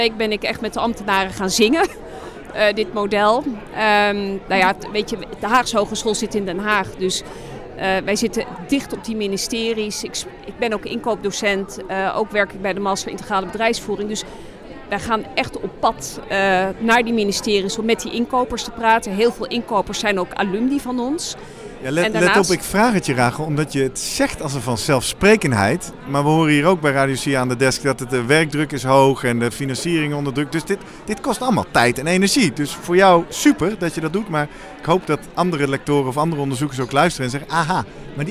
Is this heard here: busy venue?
yes